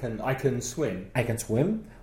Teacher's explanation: You don't stress the word can. It's a weak form.